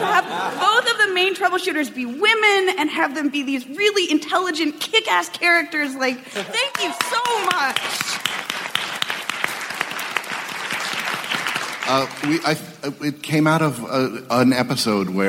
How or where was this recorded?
live audience